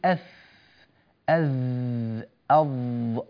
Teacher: الحروف الثلاثة تخرج من مكان كله من اللسان مع الثنايا، مكان ضيق جدا، خلاص نجعل الحروف الثلاثة مخرجا واحدا، فدمجوها من باب التيسير.